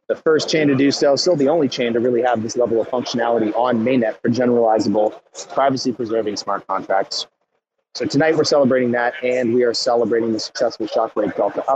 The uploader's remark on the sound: Secret Spaces: Live from Mainnet 2022 by Messari